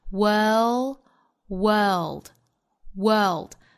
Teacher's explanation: 长音紧音的 world 之后呢带舌侧音出来